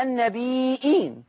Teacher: لفظ النبيين فيقرا ورش باثبات الهمز، مثل النبيين تقرا النبيين، فيترتب على ذلك اشباع الياء اي اشباع المد المتصل وثلاثه البدل هكذا، النبي هذه ياء مشبعه مد متصل، اين مد بدل فيه التثليث فيه القصر وفيه التوسط وفيه الاشباع.